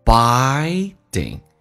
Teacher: 两个元音中间所加的辅音要被浊化